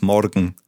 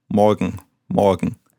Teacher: in Bavaria you tend to roll the R · Shown in: first take